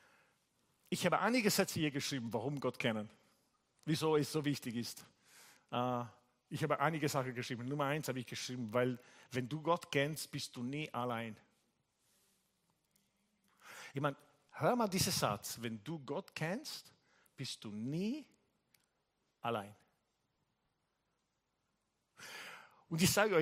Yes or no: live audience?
yes